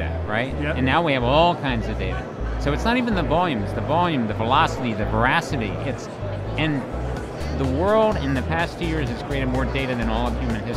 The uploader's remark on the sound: LIVE from #HIMSS16